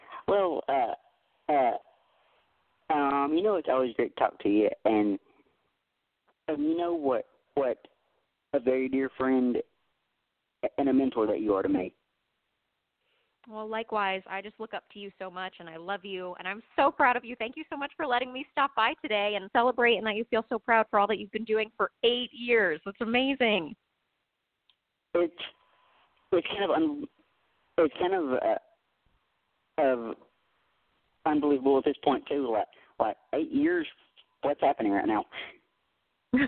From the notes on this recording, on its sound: We're opening up the phone lines for one hour to take calls from former guests and listeners